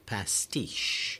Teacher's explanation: the second syllable of that word, pastiche, T-I-C-H-E, is the one that's stressed